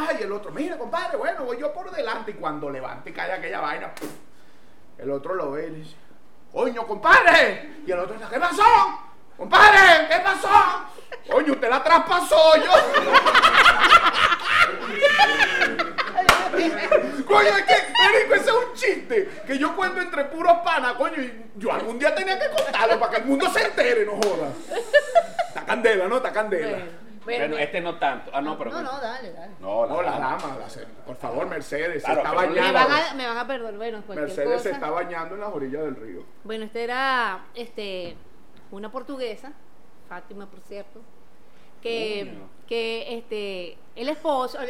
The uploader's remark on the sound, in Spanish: Techo Tres es un programa grabado en vivo.